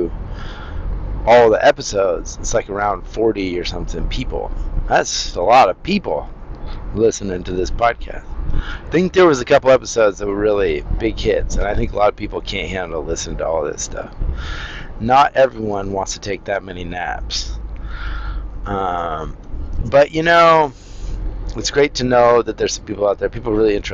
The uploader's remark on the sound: now I'm back to rambling in my car